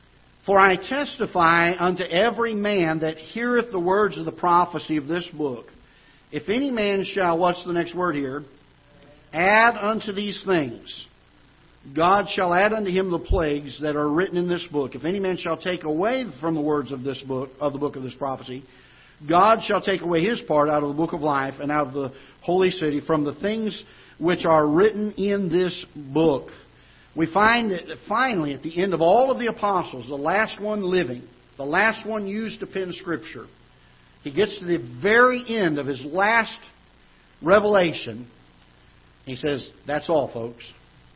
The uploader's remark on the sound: Ketha Heights Baptist Church ~ Live Broadcast